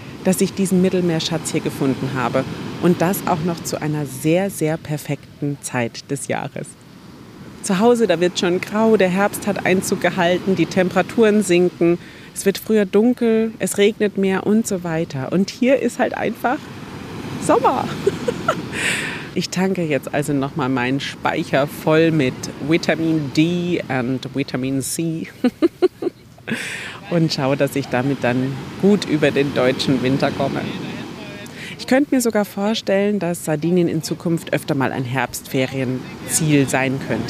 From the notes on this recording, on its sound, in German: Da ich die Episode auf Wunsch einiger Hörer*innen wieder einmal am Strand aufgenommen habe, mach dich bitte auf Wellenrauschen im Hintergrund gefasst…